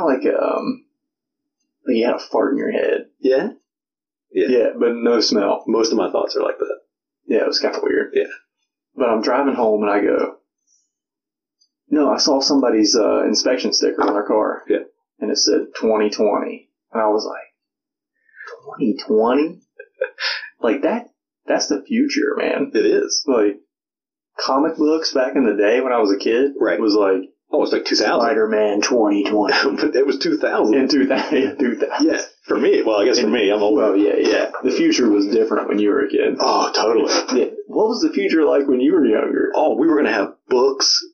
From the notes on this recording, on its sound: FYI - The audio in this episode sucks. Tried something and it did not work.